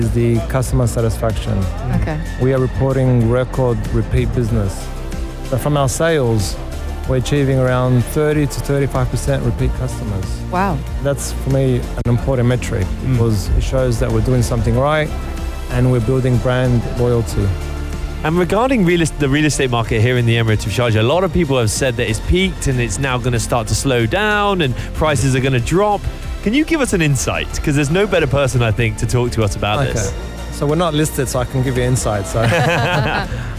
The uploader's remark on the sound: Live from SEF 2024